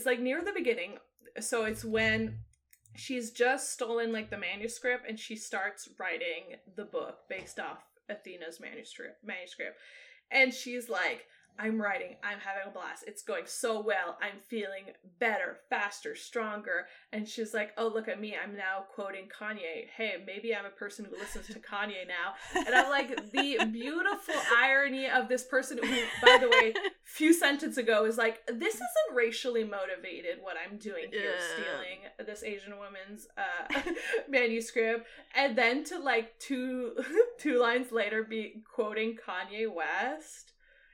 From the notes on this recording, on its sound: We apologize if there's any sound issues. Lost the files and when they got recovered they might have been a little distorted...